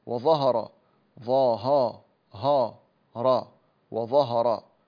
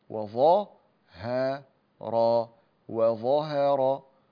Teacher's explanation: لابد أن ترقق الهاء وأن تخلصها من الحرفين التي جاورتهما · Shown in: second take